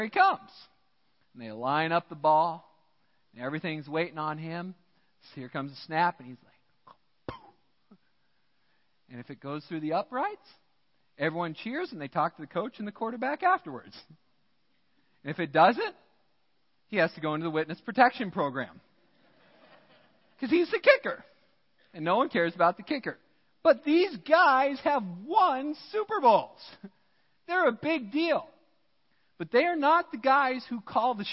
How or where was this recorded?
large echoing room